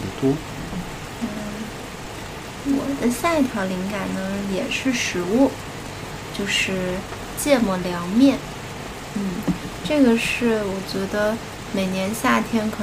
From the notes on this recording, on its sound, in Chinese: 录制背景是北京的夜雨哦！